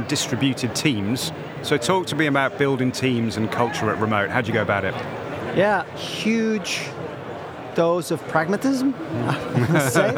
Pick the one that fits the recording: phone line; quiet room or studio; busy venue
busy venue